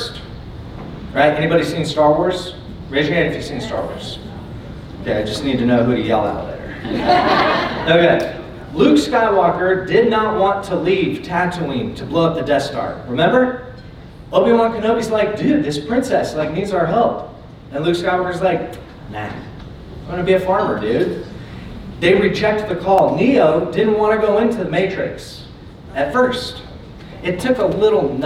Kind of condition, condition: setting, live audience